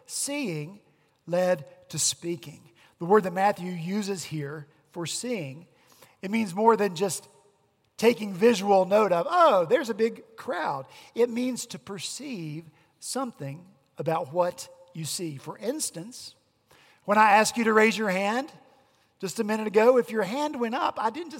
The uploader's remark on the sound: At Redeemer Presbyterian Church in Charleston, SC